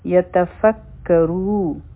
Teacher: په یتفکرو کې به را غټه وایو او حرف مده هم دی دوه حرکه به راکاږو.